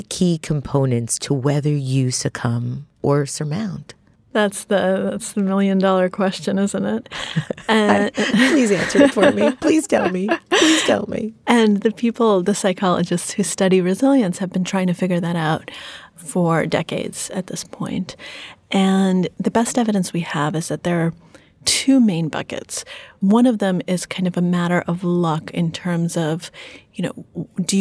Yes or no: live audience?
no